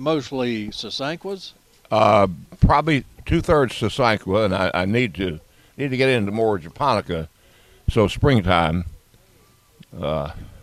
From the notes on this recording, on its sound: broadcasting live from Campbell Road Nursery